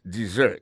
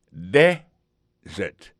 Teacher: Malgré que gagne deux S là-dedans, il gagne son Z carrément.